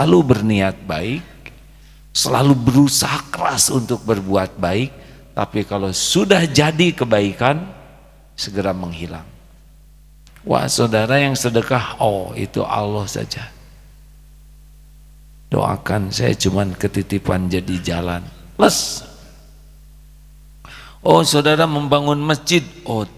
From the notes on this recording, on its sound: LIVE dari Masjid Daarut Tauhiid Bandung